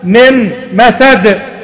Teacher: المثال الثاني، عندما أقول من مسد، هذه من مسد، كان النون الأولى حمد النون وشلتها بالنهائية، ذهبت ذات الحق وصفته، النون الأولى ذهبت، ونطقت بالميم حرفا واحدا مشددا كالثاني مع الغنة بتاعت الميم وليس بتاعت النون، إذن النون هنا ذهبت ذاتا وصفة، لم يبقى منها شيء، أصبح عند النون والميم إدغام بغنة كامل.